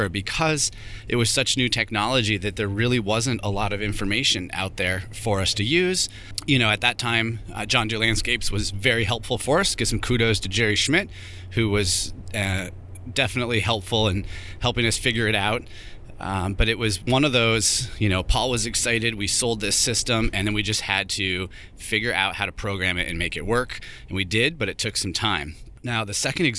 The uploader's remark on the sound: Here I am in the truck driving to work. There had a little trouble getting this mic connected up this morning.